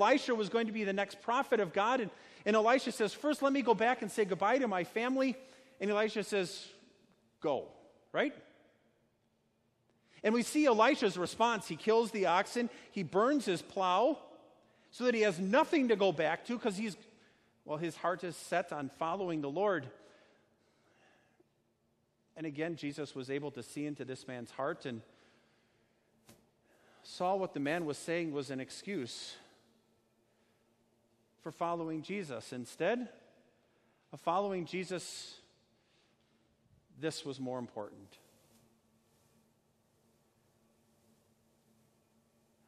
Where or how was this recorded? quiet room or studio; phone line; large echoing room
large echoing room